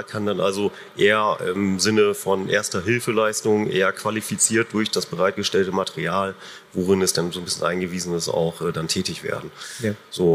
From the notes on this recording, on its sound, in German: Experten-Diskussion auf der AERO 2023. Die Podiumsdiskussion im Foyer Ost.